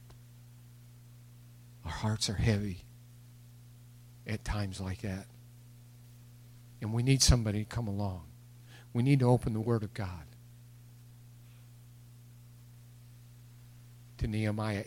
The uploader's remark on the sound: It was recorded March 21, 2021 at Open Bible Church in Lawrenceburg, KY.